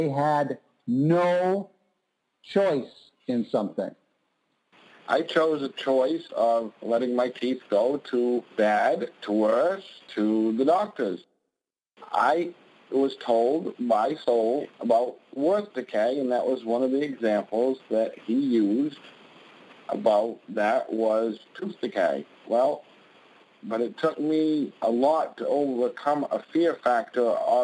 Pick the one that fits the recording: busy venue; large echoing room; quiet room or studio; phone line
phone line